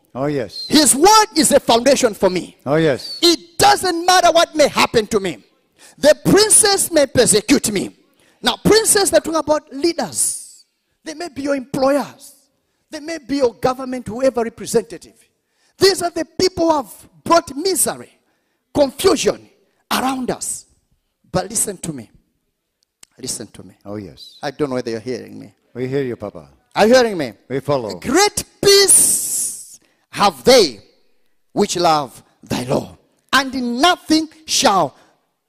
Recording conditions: large echoing room